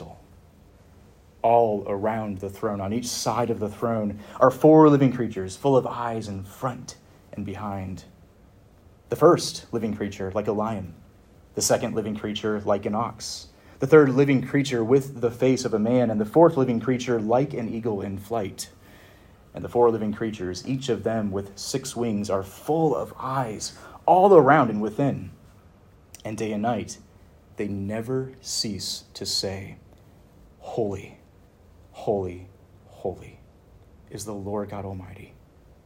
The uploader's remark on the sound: Preached at Westminster Theological Seminary (Philadelphia, PA)